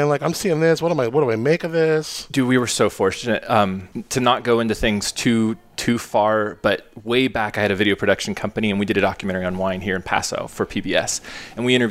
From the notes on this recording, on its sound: Takes you straight to the heart of the action at the Paso Wine Harvest Party. Recorded amidst the gorgeous surroundings of Fabelist Wine Company.